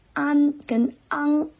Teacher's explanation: 比如说安跟昂，他们都发成了安，它少了个鼻音 · Term: 懒音